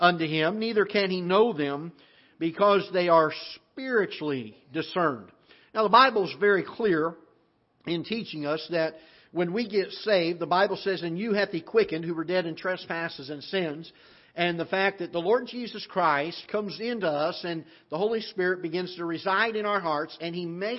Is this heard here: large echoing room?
yes